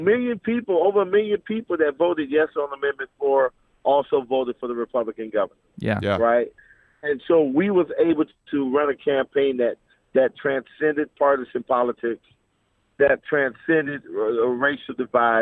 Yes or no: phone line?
yes